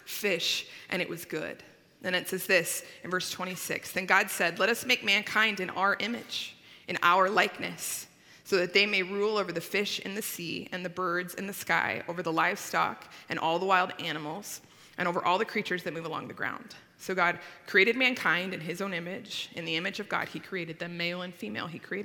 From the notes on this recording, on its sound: At Timberline Church. Live.